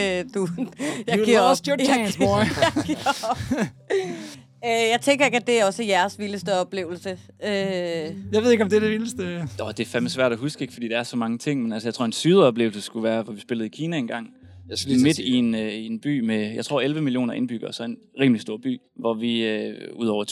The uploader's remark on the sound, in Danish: Live fra Midtfynspladsen. Bassen pumper på Midtfyns pladsen og stemningen er i top. Der er autentisk festivalstemning i vores podcast-vogn.